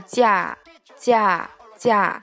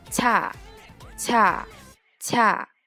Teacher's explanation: 它们是很像的，就只是存在一个浊化、不浊化的这么一个问题